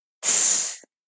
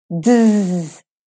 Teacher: You just stay up there and make the S up there, even if that's not where you normally make it. Those combinations are the same movement, except the D and the Z have voice added. · Shown in: second take